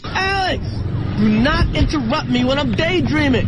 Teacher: 他说话的时候呢语调向下沉，这是他的特点